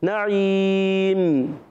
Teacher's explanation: وقف کرنے میں میم ساکن ہو جائے گا میم میں ہونٹ مل جائیں گے نعیم مل گئے نا میم میں تو ملتے ہیں نون میں